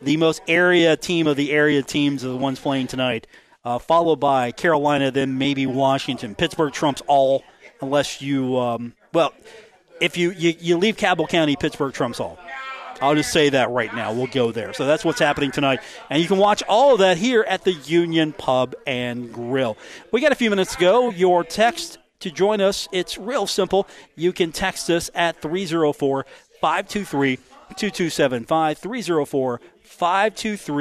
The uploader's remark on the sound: broadcasting live from The Union Pub and Grill located at 1125 4th Avenue in Huntington, West Virginia.